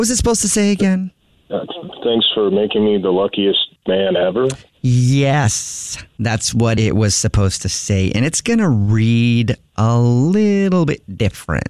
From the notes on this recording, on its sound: Phone Prank